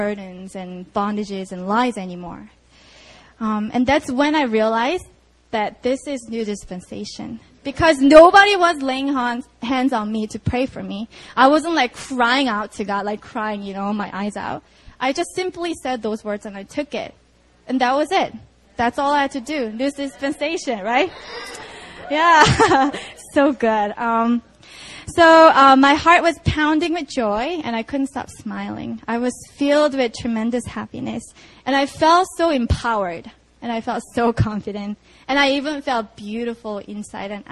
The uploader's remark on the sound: Sunday Service (Itaewon Campus 4pm)